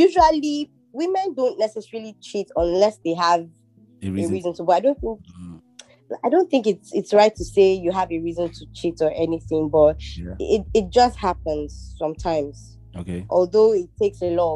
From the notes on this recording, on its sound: over a ZOOM AUDIO CALL Recording